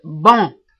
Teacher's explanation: La voyelle nasale on, qui n'existe qu'en français.